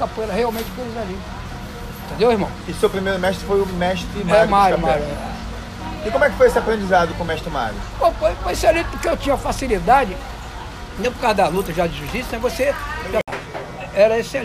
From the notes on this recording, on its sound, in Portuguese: Gravação feita em um botequim no subúrbio do Rj.